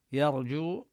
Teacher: الحروف المستفلة المرققة، يرجو، ولفظ الجيم كذلك يعني نلفظه كما ينبغي، الجيم لا يجري معه الصوت من حروف الشدة